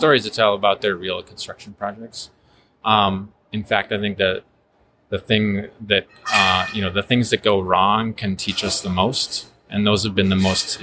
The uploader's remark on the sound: In this special bonus episode recorded at the PhiusCon 2023. Making the Passive House Podcast at the Passive House Network Conference possible.